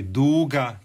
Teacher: to je samo uzlazni naglasak, isto je dug